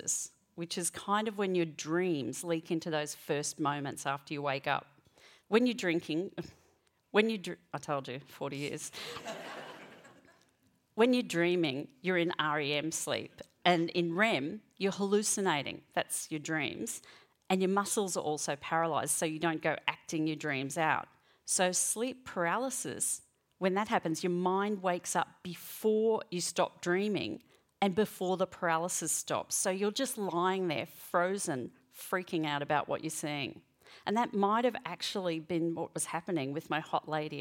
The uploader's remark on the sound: She performed this story at the World Science Festival in Brisbane.